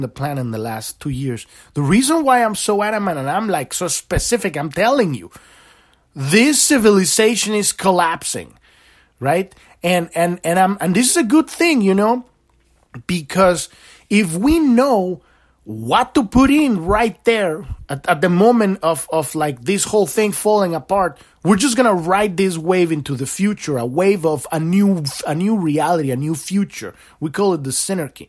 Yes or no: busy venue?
no